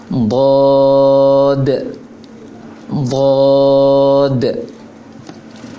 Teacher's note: menempelkan semua lisan dari ujung tengah ke langit-langit, dan diusahakan pangkalnya ikut meninggi. Kalau tidak bisa, yang penting jangan sama dengan dal yang didokan. · Term: dad